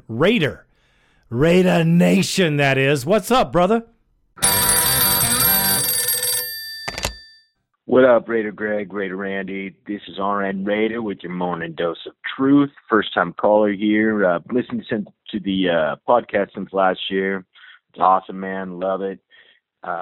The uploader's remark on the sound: Raider Nation "Boneline" Call-in Segment.